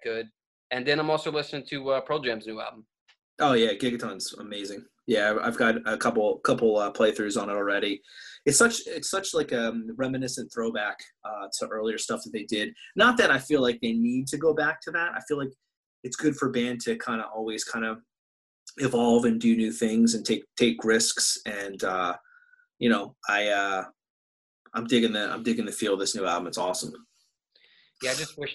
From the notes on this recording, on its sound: Zoom style podcasts back to back. Quarantine 2020.